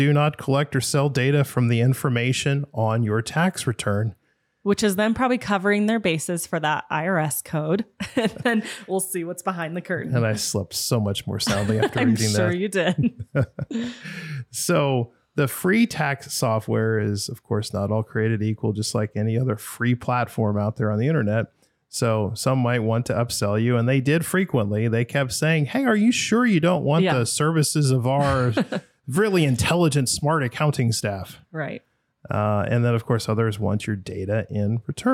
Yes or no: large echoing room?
no